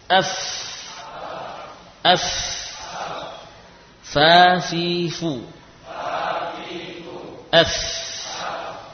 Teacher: Fa berasal dari bibir bawah. Bibir bawah bagian dalam, ya, dengan gigi seri atas. F, F, fa, fi, fu. · Term: huruf fa